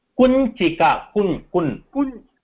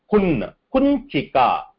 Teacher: When you used kun, you please see that the nasal part is also being used in order to pronounce this kun, kunchika